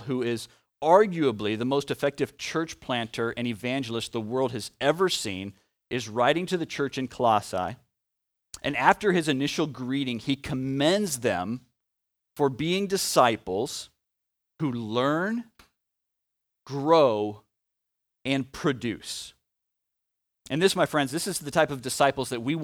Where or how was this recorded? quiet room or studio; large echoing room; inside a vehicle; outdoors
large echoing room